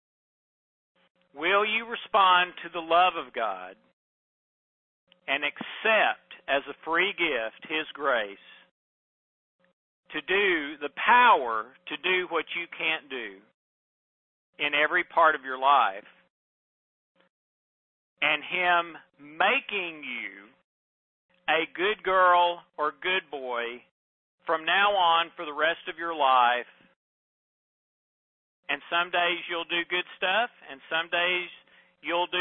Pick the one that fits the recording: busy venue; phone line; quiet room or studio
phone line